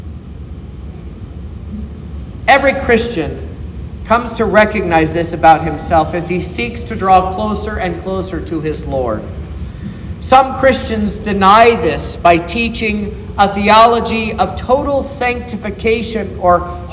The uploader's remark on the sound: This is the sermon preached at Trinity Lutheran Church in Vallonia, Indiana, on Sunday, September 10th, 2023.